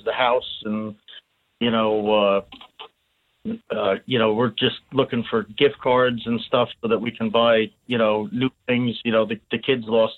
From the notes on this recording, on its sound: Called into the show on Tuesday night, September 21. New Jersey 101.5.